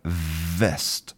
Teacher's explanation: with your teeth and your lips touching, and that voice activated.